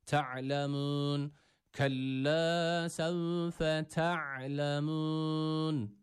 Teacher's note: Boğaz harfi olan ayn var. Boğazımızı burada sıkıyoruz ve bu harfi çıkarmaya çalışıyoruz.